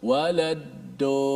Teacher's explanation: dia hanya memfokuskan dad itu pada hujung lidah dia hanya letak hujung lidah saja di langit jadilah dia walado · Term: dal yang tebal